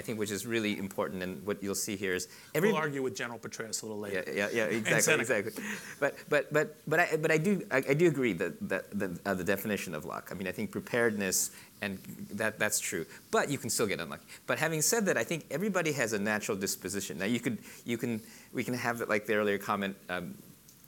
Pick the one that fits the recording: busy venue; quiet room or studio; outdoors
busy venue